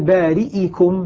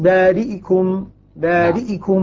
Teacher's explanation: لاحظ الكسرة الاختلاس فيه تضعيف وسرعة · Shown in: second take